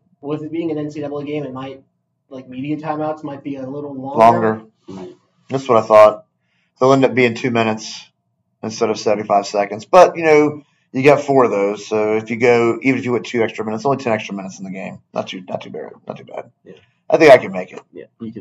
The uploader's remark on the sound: Apologies for the wacky audio quality!